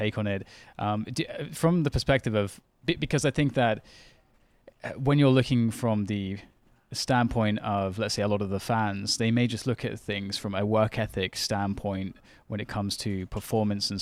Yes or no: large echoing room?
no